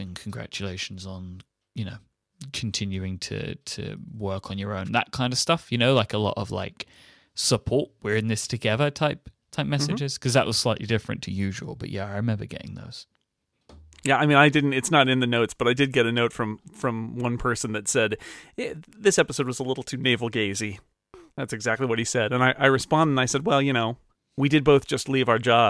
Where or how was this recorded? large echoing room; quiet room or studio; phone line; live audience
quiet room or studio